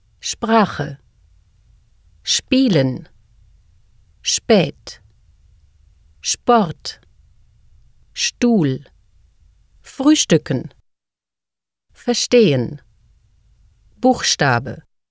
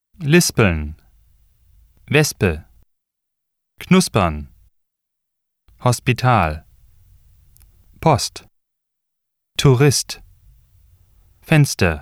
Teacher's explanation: The consonant combinations SP and ST are pronounced SP and SHT at the beginning of a word or word stem in German. · Shown in: first take